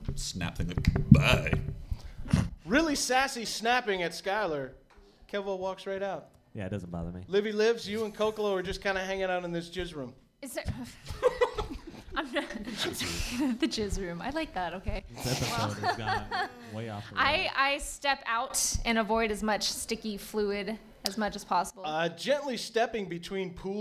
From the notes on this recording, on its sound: LIVE From The Whiskey Barrel. The very first live recording.